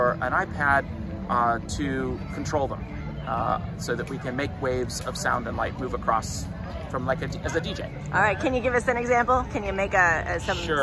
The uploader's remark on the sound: I had the chance to wander through a field of LED flowers that pulse and glow and whisper sounds to each other at the Autumn Lights Festival in Oakland, CA in October of 2023. This was a beautiful installation by Patrick Ball that uses ESP32 microcontrollers and the FastLED Arduino library to create an immersive experience of light and sound.